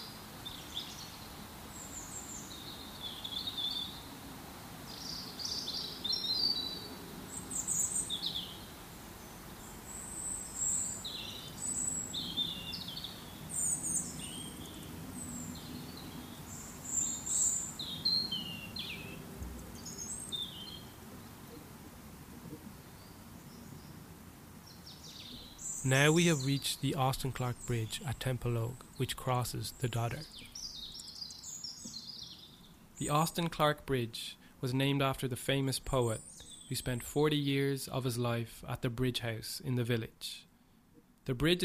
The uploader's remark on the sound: a soundwalk of the River Dodder in South Dublin